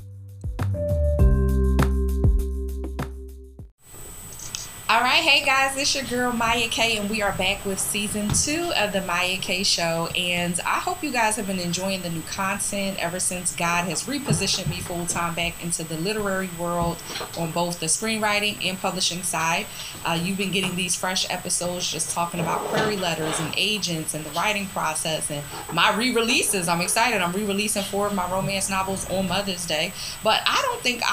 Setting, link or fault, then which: fault, background noise